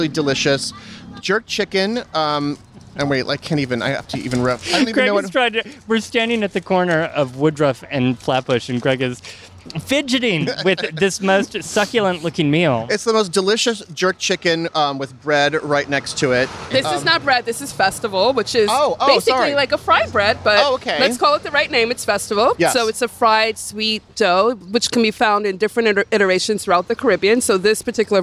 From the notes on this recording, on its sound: A Walk through Little Caribbean. Listen in on this mini food tour of Flatbush and Nostrand Avenues and discover the secrets of this bustling neighborhood.